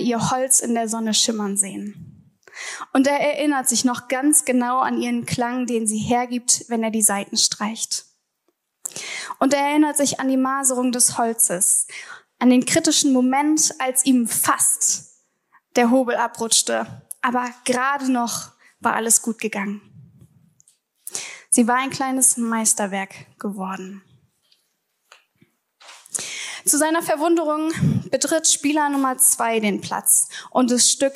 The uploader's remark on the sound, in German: Vortrag der Begründet-glauben-Konferenz 2023.